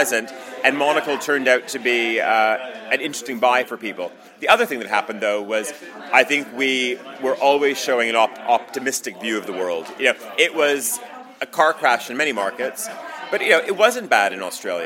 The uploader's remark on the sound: speaking at the tenth anniversary conference in London